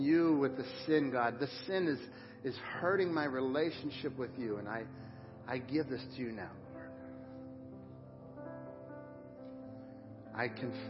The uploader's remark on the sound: Crossroad Ministries Live Service